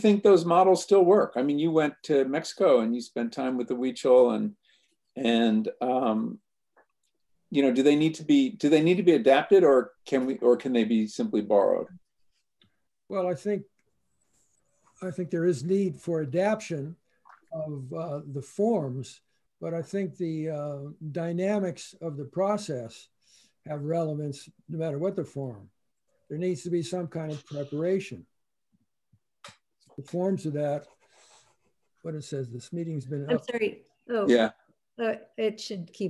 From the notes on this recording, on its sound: In this mid-pandemic throwback. Gathered via Zoom.